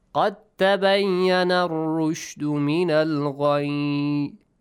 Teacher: You don't do the qalqala one because you do the merging one. So when you merge, there will be no dal. · Term: idgham